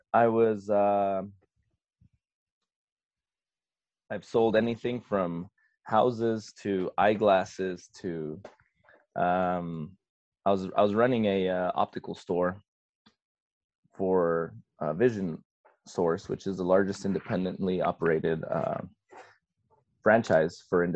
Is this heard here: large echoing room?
no